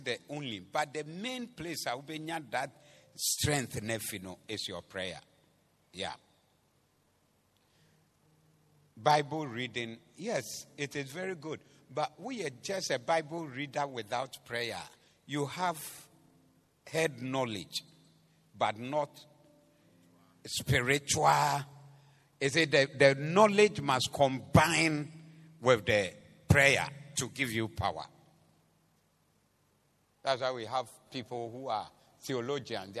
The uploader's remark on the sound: Preached at the Doxa Service 11062023